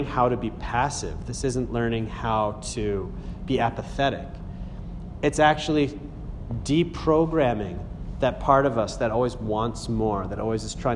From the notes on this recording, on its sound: A talk that answers a series of questions from a Group in the middle of an 8-week series, Acton MA.